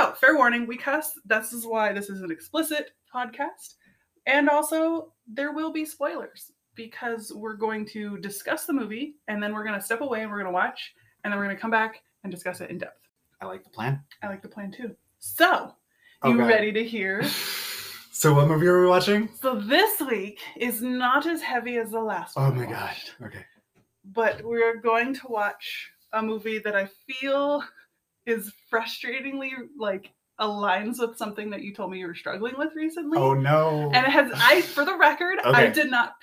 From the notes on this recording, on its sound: Sorry about the audio, we're new here!